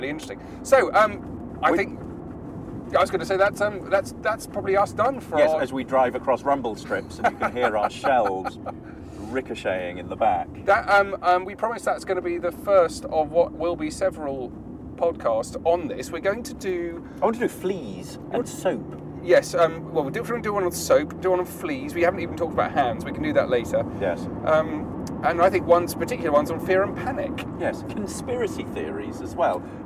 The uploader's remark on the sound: Impromptu brain explosion recorded in the car! (so apologies for not ideal sound quality).